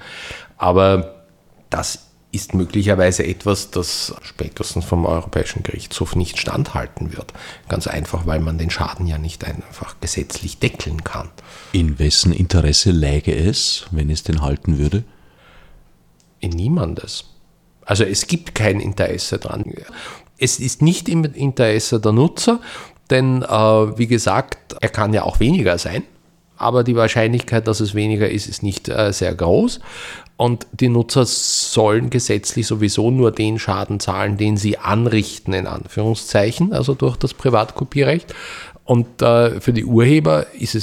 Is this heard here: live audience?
no